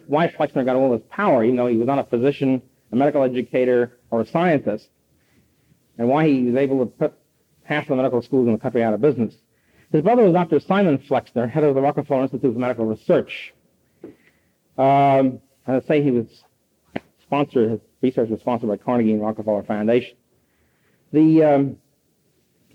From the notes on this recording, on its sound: presented at New York Polytechnic University in 1972